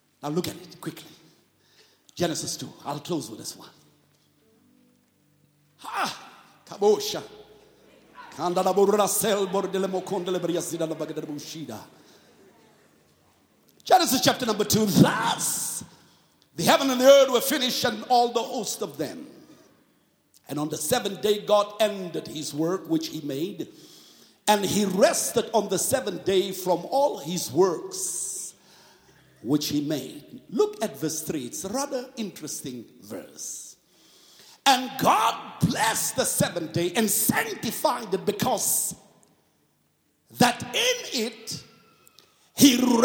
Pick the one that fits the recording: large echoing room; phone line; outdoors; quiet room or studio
large echoing room